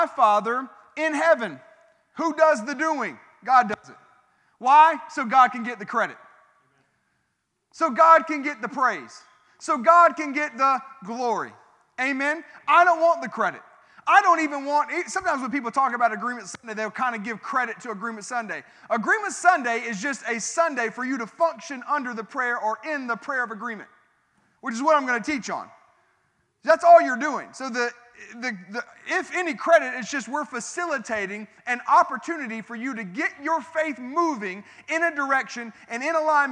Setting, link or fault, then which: setting, large echoing room